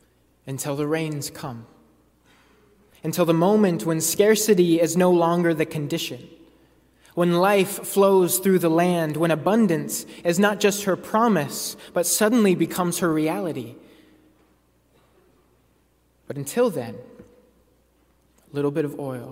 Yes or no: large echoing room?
yes